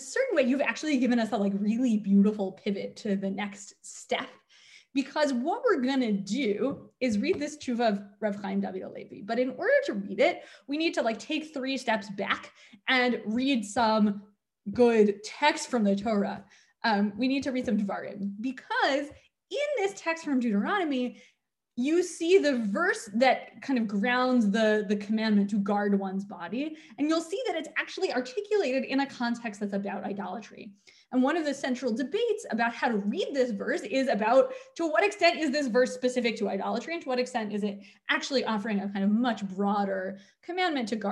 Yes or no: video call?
yes